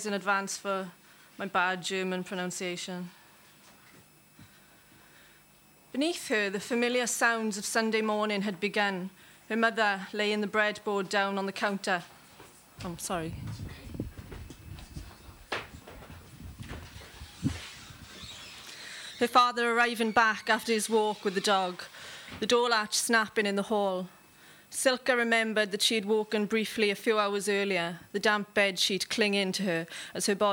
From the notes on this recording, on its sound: Recorded live at the Gwdihw Café Bar, Cardiff.